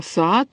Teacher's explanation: такой тоже «а», хороший, открытый, нижнего подъема гласный